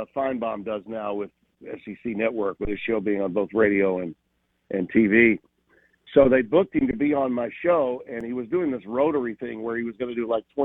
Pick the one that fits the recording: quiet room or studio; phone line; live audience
phone line